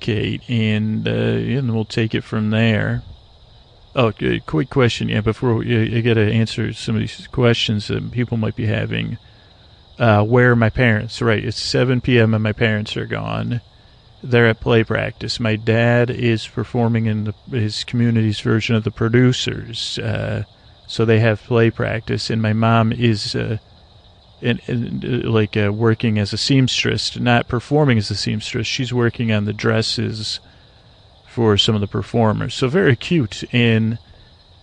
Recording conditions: outdoors